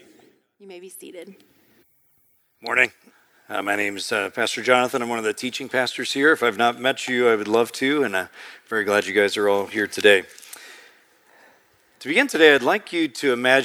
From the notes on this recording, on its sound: preached in March 2023 at Sojourn East